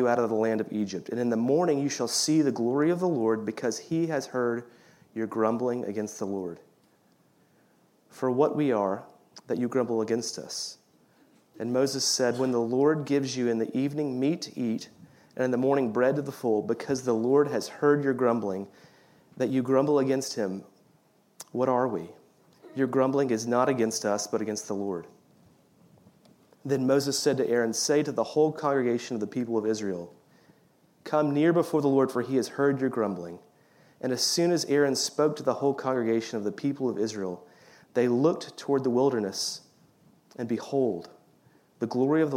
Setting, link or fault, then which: setting, live audience